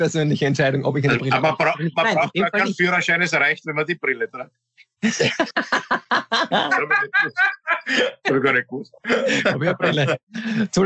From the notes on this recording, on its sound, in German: Weil das aktuell nicht möglich ist, finden sie ihr Publikum, indem sie einander via Skype am Abend beim Reden zusehen.